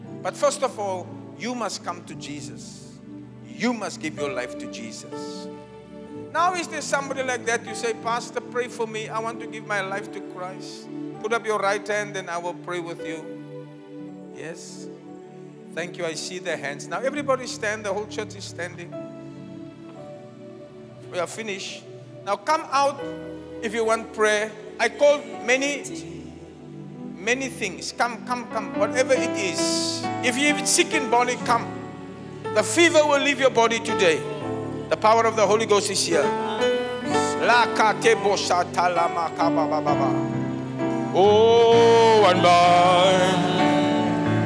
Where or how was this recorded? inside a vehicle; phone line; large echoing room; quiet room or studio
large echoing room